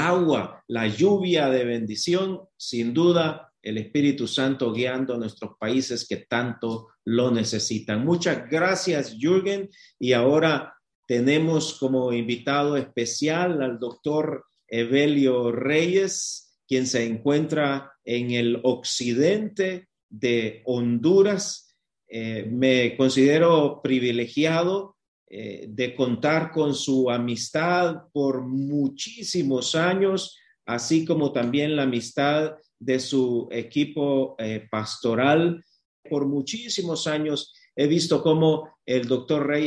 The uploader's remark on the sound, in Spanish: Éste episodio es la grabación del webinario zoom que contiene porciones en inglés y que originalmente fueron traducidas en vivo simultáneamente. La traducción no aparece en este episodio.